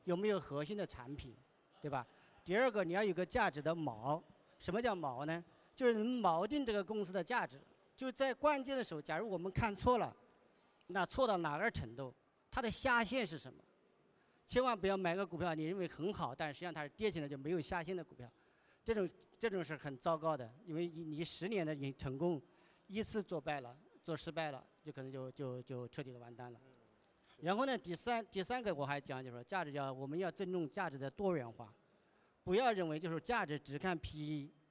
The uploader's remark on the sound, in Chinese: 在2023雪球嘉年华的“第二现场·厚雪场”。活动展台被观众层层裹住，没抢到凳子站着听完全程的观众占了半数。我们注意到现场有好几位观众时不时用纸笔记下要点。